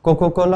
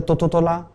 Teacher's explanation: उसका सारा क ग्रुप का साउंड त हो जाता था · Shown in: second take